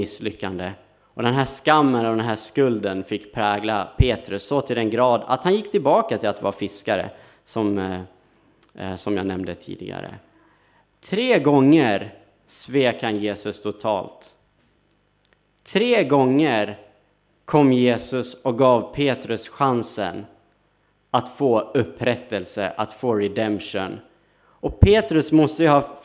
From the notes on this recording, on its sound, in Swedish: Inspelad under gudstjänst på Snäckan, Klintehamn.